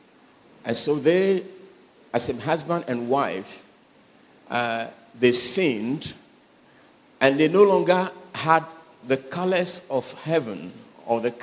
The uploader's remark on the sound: Sermon preached at CBC Adabraka Campus